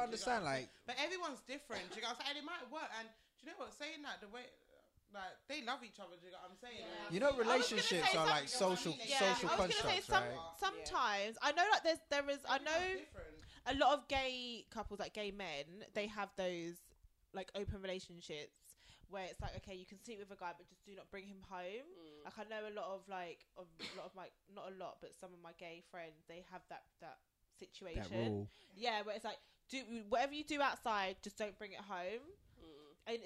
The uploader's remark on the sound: Disclaimer - The sound levels aren't that great, however, we didn't want to deprive you of the banter so we hope it doesn't put you off!